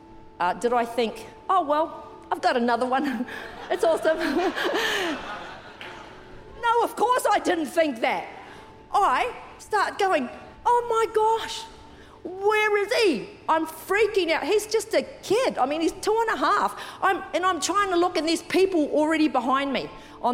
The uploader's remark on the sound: Recorded during our 9am service on Sunday, the 10th of December 2023